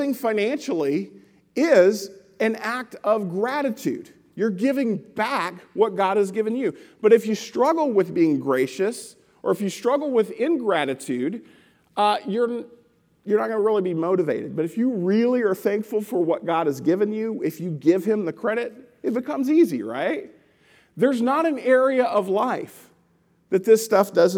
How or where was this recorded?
large echoing room